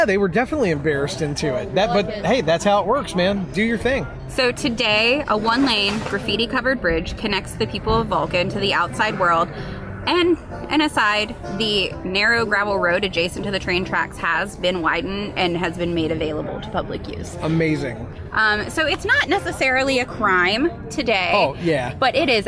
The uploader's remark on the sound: In this live episode, coming to you from our booth at Bridgeport Farmers Market.